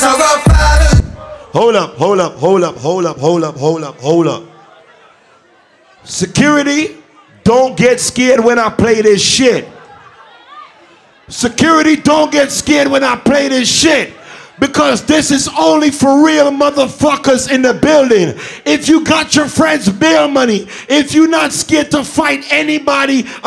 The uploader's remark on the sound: LIvE in VA BEACH. PHOENIX LOUNGE.